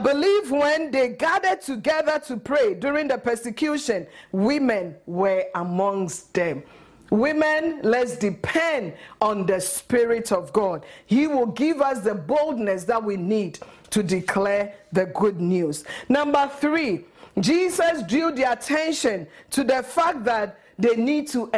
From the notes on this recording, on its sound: at Living Word Assembly of God Church